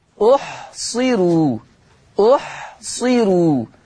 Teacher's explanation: الراء مضمومة ومسبوقة بكسر أصلي، عشان الحرف تحته كسرة يبقى اسمه كسر أصلي، والكسر في نفس الكلمة. · Term: ترقيق الراء